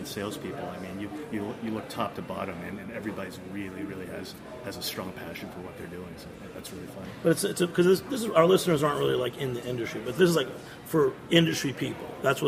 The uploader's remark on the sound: At the 2016 Craft Brewers Conference in Philadelphia!